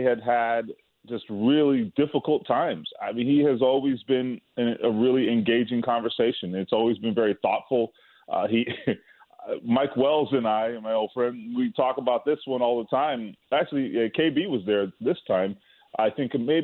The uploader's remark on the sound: Both call in to talk a variety of Indy Sports. Is on the phone line to talk Colts.